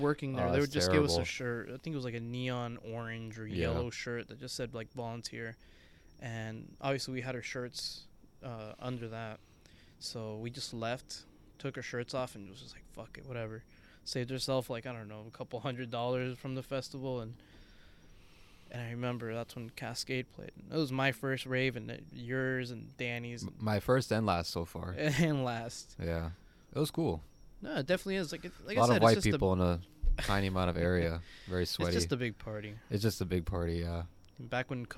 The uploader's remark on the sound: You'll hear the crickets chirp as they listen in on their conversation. Yes this was recorded outside. It was lovely weather.